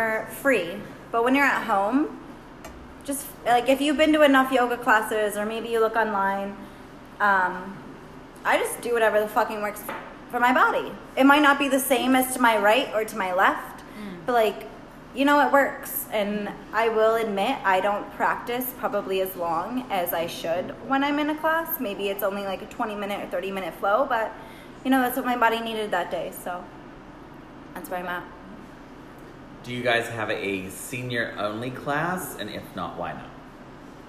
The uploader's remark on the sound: A live recording from our Lunch Party! Our guests wrote us anonymous questions that we answered on the spot.